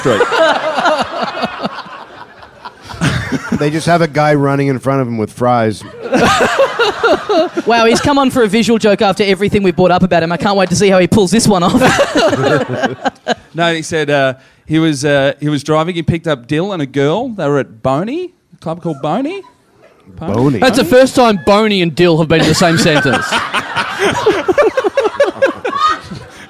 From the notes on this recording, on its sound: Recorded LIVE at the European Bier Cafe on April 3, 2016.